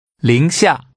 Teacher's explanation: Using rising and falling tones, say below zero.